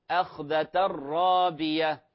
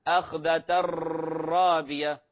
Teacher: أيضا أخذة الرابية أخذة الرابية، لاحظوا البعض قد يقرأها ويترك الإدغام، فقد يقول أخذة رابية أخذة رابية، ولاحظوا الراء عليها شدة للدلالة على إدغامها إدغاما كاملا، ولا نبالغ أيضا في إدغامها، ولا يوجد فيها غنة · Shown in: first take · لا يوجد فيها غنة، لا نقول أخذة رابية، تقع في غنة وتقع في تكرار الراء، وهذا خطأ كبير جدا.